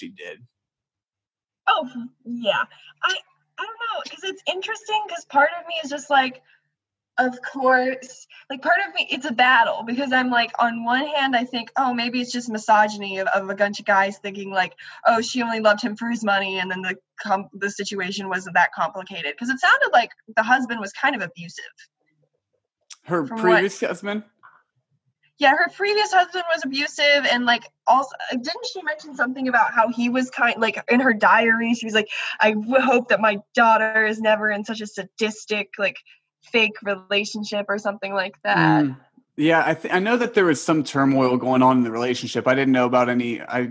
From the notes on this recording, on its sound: Get together on another zoom meeting.